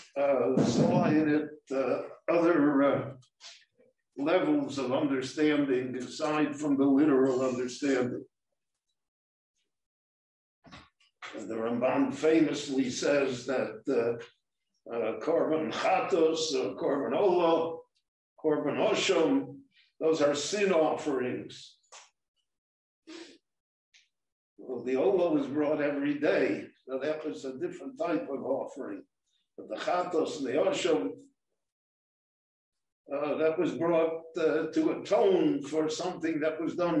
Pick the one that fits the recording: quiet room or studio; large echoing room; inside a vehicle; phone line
large echoing room